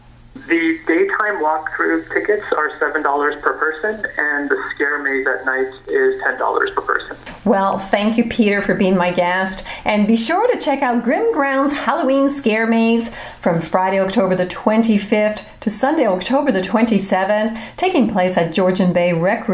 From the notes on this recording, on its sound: Via phone.